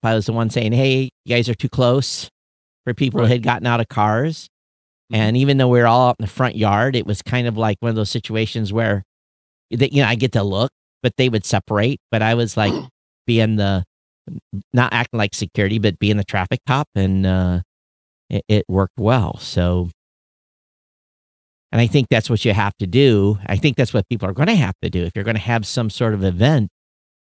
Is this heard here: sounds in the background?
no